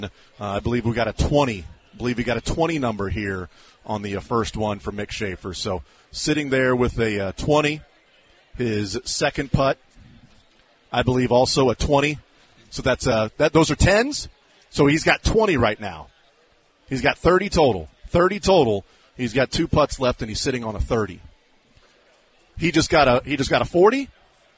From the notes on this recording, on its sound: The Zone continues broadcasting live from the KC Golf Show.